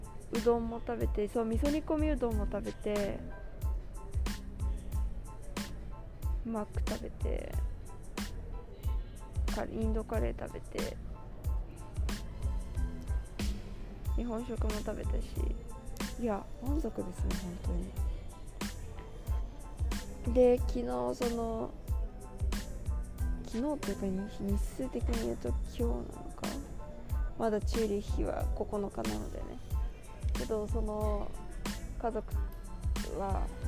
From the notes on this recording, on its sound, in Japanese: 乗り継ぎのチューリッヒ国際空港で収録しました！Wi-Fiの調子が悪く、途中から一人録りになりました。